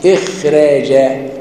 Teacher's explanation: ورش هنا بيرقق الراء ويخلي الراء الخاء ضعيفة إخراجا غير إخراج ويرقق الراء راء راء